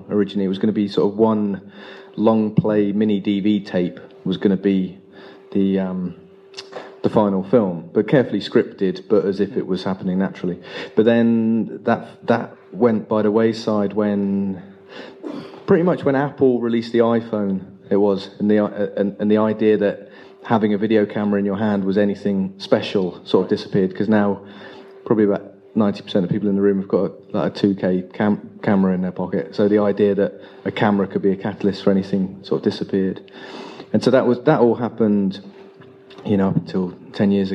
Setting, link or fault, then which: setting, live audience